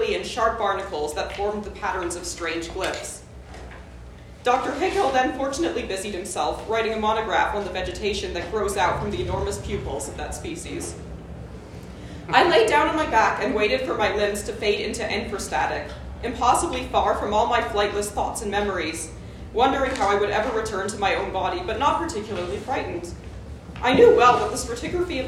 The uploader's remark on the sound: Performed Live on the night of Saturday, October 22nd, 2022 at No Tomorrow Gallery in Underground Atlanta.